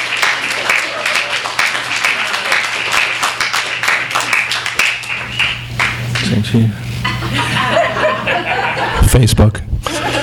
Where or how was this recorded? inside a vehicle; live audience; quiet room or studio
live audience